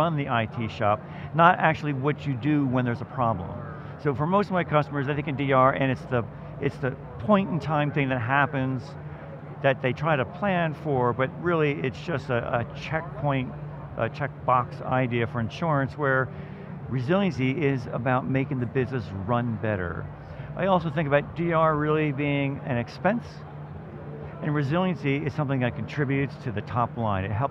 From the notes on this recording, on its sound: live from the Veritas booth at Microsoft Inspire